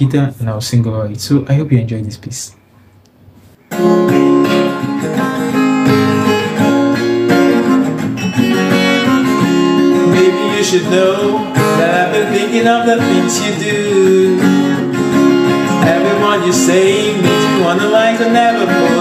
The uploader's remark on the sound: Video recorded via my Samsung Galaxy A12